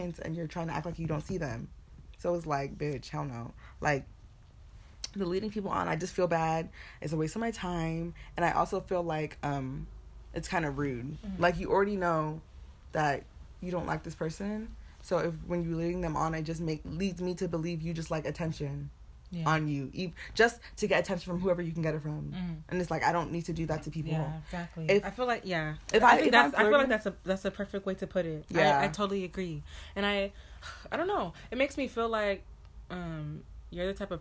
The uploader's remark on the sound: The audio is a bit lower than normal so we apologize for the inconvenience.